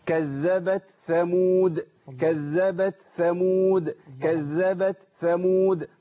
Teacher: خد بالك من حاجة بقى مهمة جدا كذبت بتاء ثمود في بعض القراء يقول لك كذبت ثمود ما عندهم إضغام لكن عندنا في حفص الثاء مظهرة التاء مظهرة. خد بالك عشان تفصل بين التاء والثاء محتاج تعمل ايه همس.